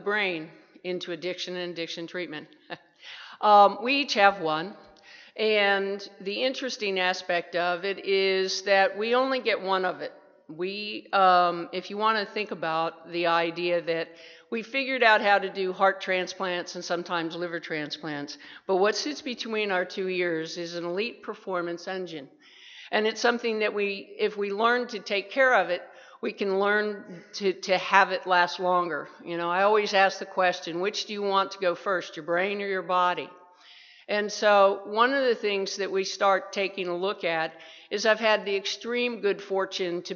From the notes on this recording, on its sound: 2017 TAAP Addiction Conference in San Antonio. Keynote presentation.